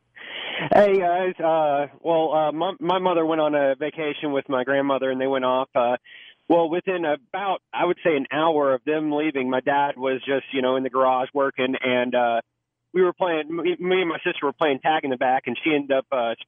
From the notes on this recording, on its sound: joins us on the phone